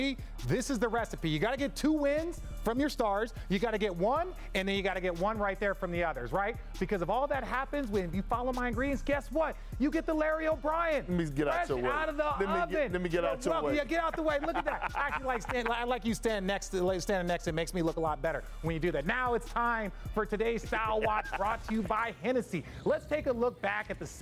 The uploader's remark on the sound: we're live at Finals Media Day!